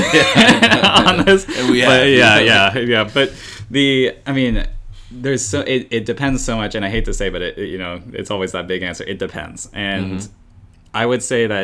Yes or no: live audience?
no